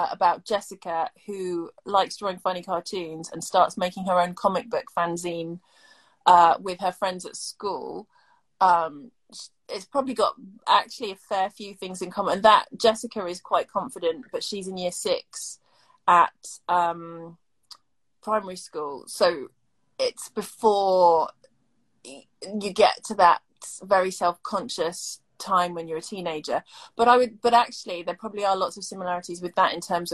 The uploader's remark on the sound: This week's was actually an Instagram Live chat